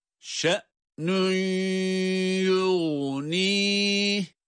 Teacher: Burada hemzeyi kesik bir sesle okuyoruz. Yani şiddet sıfatı var. Hemze-i cezim ile okurken ses düşürmüyoruz. · şe'nün derken de idgamı ma'al gunne olarak da gunneli bir idgamı gerçekleştiriyoruz. Aynı zamanda da tutuyoruz tabii ki.